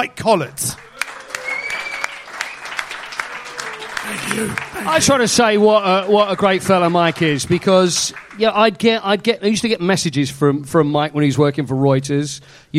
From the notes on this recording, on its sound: on the first #SpursShowLIVE of the year, exclusively with an audience of Spurs Show Season Ticket holders